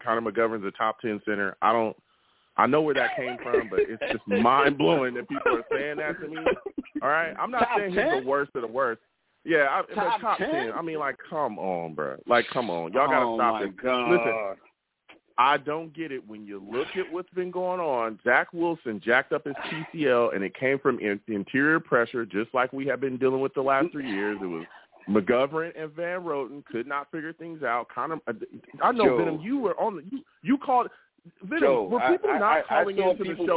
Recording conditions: phone line